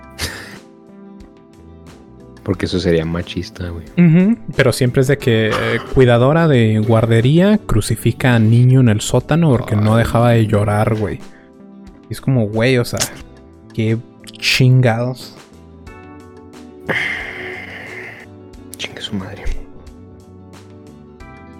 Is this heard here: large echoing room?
no